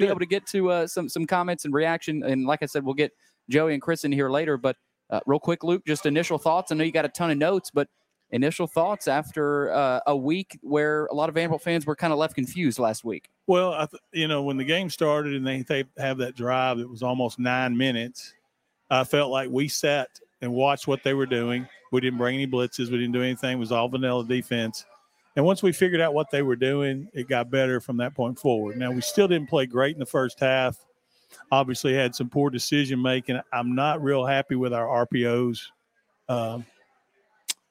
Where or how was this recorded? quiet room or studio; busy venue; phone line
busy venue